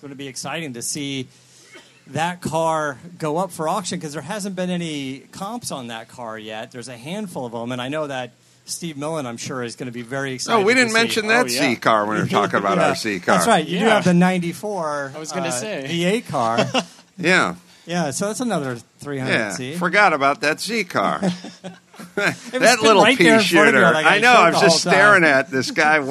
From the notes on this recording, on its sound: Live from ZCON in Nashville. Broadcast live from the 33rd Annual ZCON in Nashville.